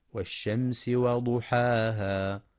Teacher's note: ينتبه القارئ لهمس السين ورخاوتها في والشمس، كما يراعى ترقيق الواو والحاء في وضحاها مع تفخيم الضاد وإثبات المد الطبيعي بمقدار حركتين، فلا يقف بمد زائد وضحاها، وهذا من الأخطاء الشائعة.